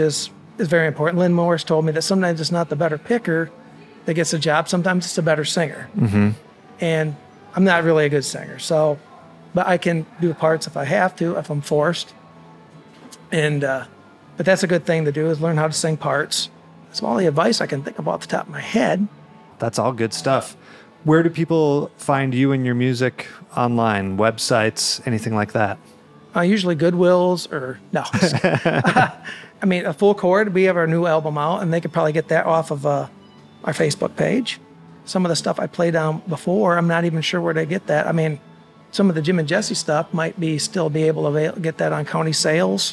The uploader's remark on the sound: Recorded at Otus Supply Company in Ferndale, MI